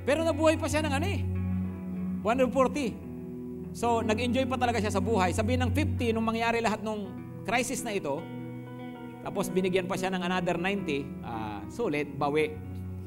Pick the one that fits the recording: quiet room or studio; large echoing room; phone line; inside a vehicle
large echoing room